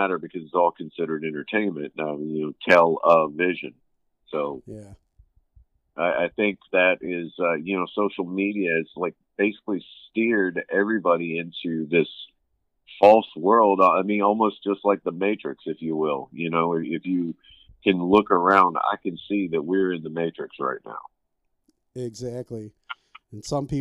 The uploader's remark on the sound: phone conversation